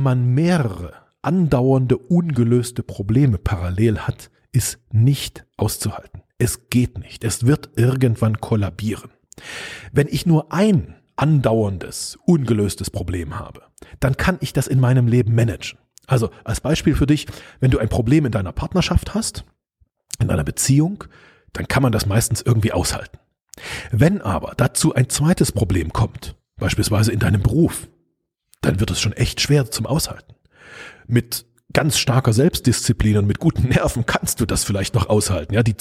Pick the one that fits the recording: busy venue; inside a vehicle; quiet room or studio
quiet room or studio